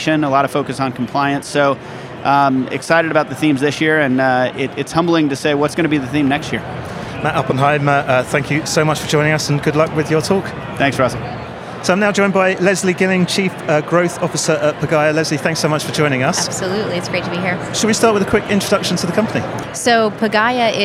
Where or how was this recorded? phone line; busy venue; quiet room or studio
busy venue